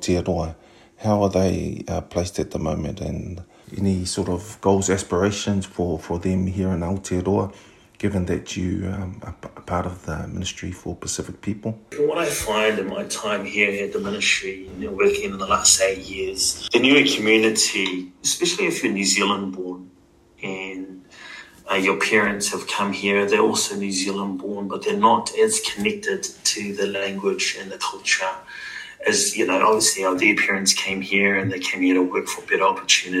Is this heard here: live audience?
no